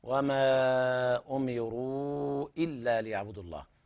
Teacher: حفص يقرأ بالتوسط 4 حركات